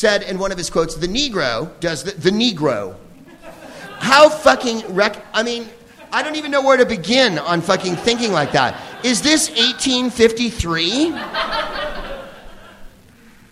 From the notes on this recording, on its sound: Live from The Upfront Theatre in Bellingham, WA